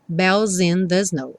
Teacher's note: Sleigh. Bells in, juntando aqui o S do bells, ganhou um som de Z